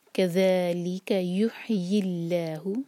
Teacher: لام جلالہ باریک پڑھیں گے کیونکہ اللہ تعالیٰ کے نام سے پہلے جو ورڈ ہے وہ کسرہ میں اینڈ ہو رہا ہے